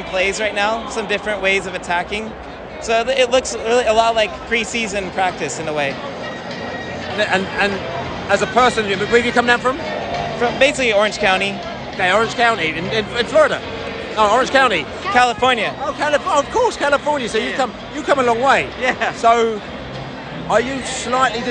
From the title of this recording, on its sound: Post Match Podcast from the Atlanta Dome